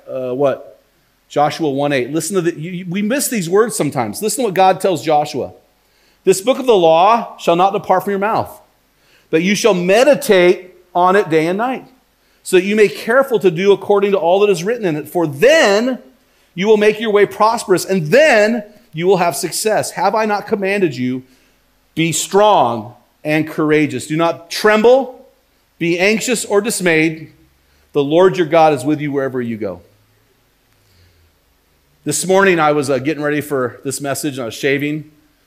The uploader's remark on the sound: While preaching at Yamhill Christian Church in this bonus audio-only episode.